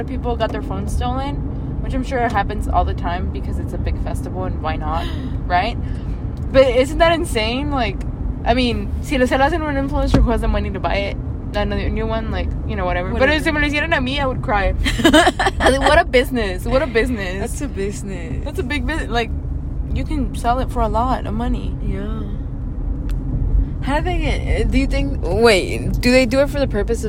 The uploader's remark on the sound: Drive and laugh with us around Houston. Honk at bad drivers!